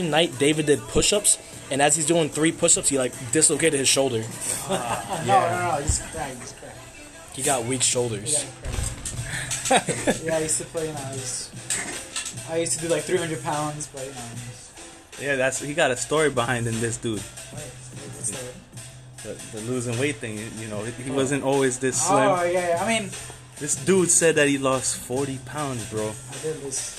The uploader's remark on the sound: Were out here chilling and having a BBQ while recording some random moments down here in Orlando florida.